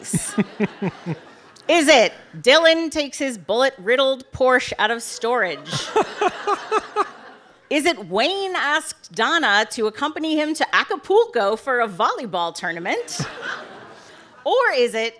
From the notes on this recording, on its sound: This episode was recorded live at the Bell House in Brooklyn.